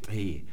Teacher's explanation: Es ist eigentlich eine sehr weiche Sprache, die eher wie äthiopisch amharisch klingt mit Ejektivkonsonanten. Also dieses T hat nicht nur den vorderen Verschluss im Mund, also T, der dann geöffnet wird, sondern zwei, also Kte.